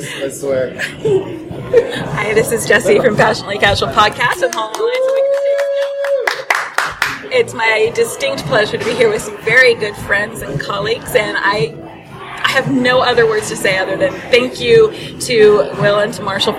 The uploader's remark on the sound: This special episode was recorded at Mission Brewing Company during San Diego Comic-Con! Was recorded in a loud environment with people talking over each other and picking frosty beverages up and down.